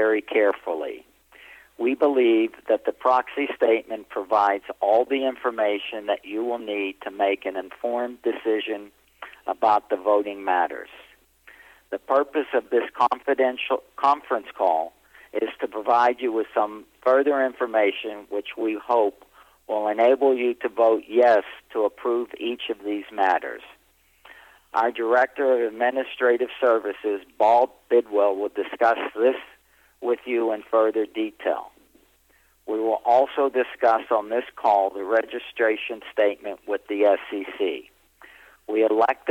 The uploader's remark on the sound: investor conference call